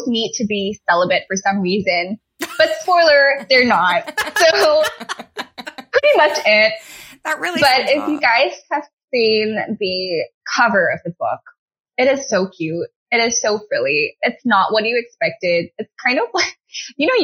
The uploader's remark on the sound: Apologies for the audio quality on this one!